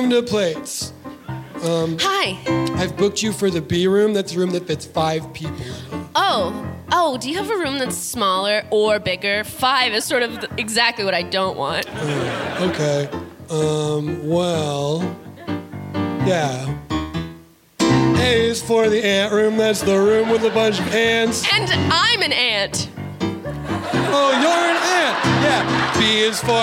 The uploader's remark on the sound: LIVE at SF Sketchfest 2023. Recorded live at San Fransisco Sketchfest in January of 2023 at the Great Star Theater.